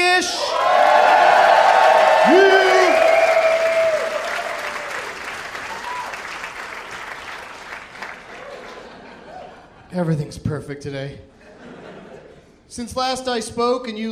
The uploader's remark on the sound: Live from the Baltimore Comedy Factory